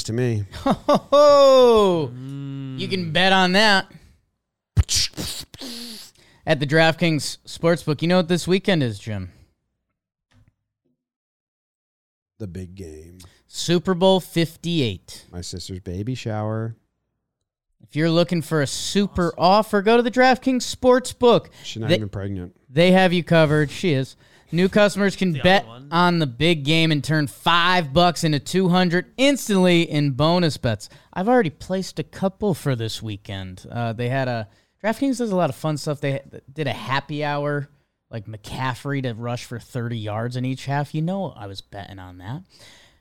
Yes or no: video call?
no